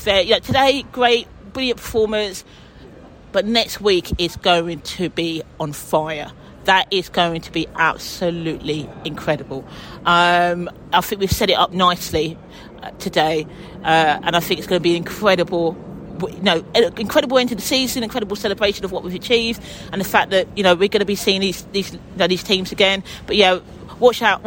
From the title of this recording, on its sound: post-match podcast from the stands